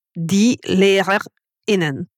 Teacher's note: per rendere quello stacco tra suffisso maschile e femminile si impiega un colpo di glottide, un glottal stop. Quindi, die Lehrer innen, con questa pausa nel mezzo.